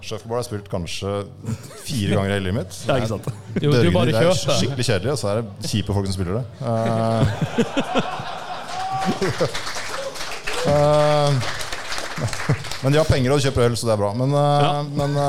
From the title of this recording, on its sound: TILTcast 3.0 live-show